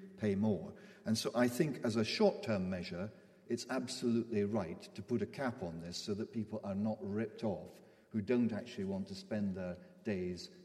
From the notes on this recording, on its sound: political debate from Wellington Church, Glasgow